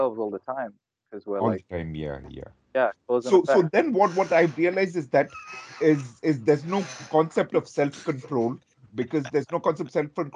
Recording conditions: video call